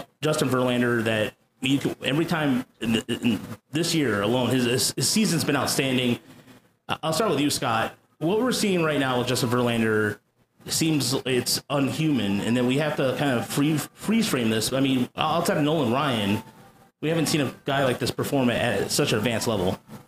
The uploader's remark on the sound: This was recorded live on Thursday, October 20th at the Woodward Sports Studio. Apologies on the audio quality but you will hear about that soon enough.